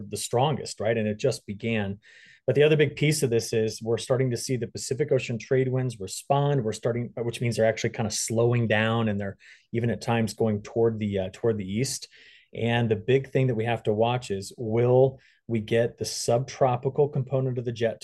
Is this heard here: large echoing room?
no